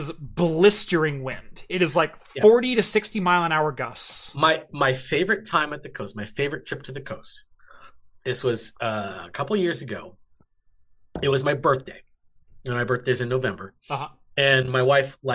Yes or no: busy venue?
no